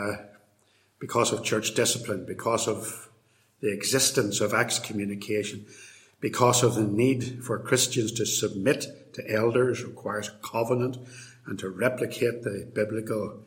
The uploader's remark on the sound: In this lecture, delivered at Templepatrick Reformed Church in February 2020.